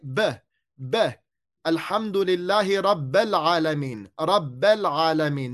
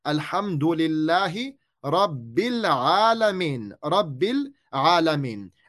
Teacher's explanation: We need to make sure we are putting the kasrah clear cut, clearly on the ba. · Shown in: second take